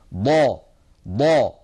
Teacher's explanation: من حافة اللسان اليمنى أو اليسرى أو منهما معا مع الصفحة الداخلية مع ما يحاذيها من الأضراس العليا · Term: الضاد